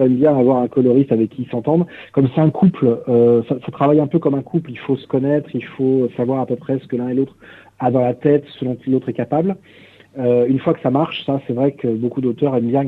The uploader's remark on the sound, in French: reçoit par téléphone 2 coloristes